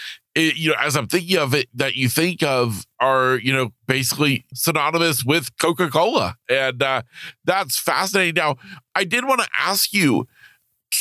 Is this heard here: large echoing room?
no